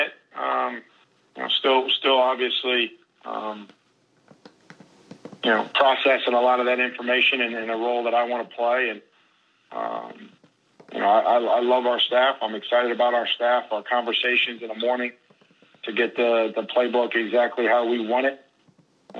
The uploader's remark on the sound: conference calls with the Nashville media